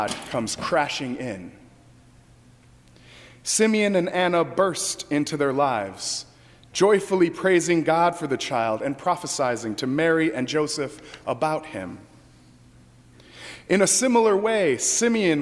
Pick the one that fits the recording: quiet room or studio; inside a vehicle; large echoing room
large echoing room